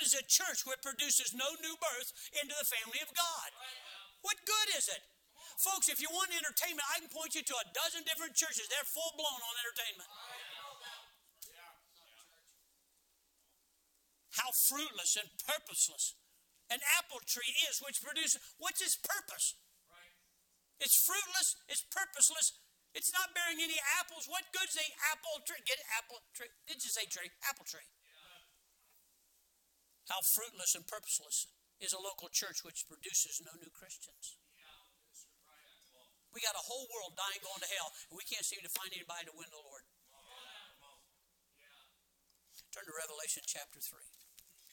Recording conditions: large echoing room